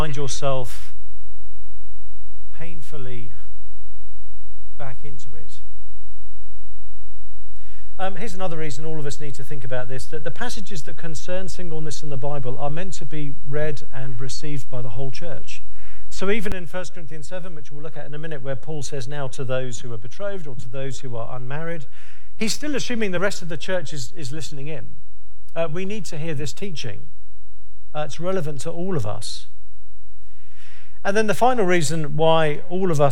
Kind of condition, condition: setting, large echoing room